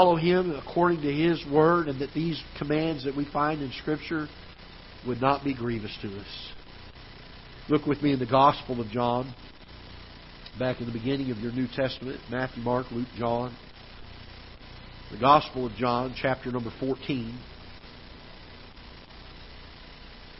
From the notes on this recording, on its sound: Ketha Heights Baptist Church ~ Live Broadcast.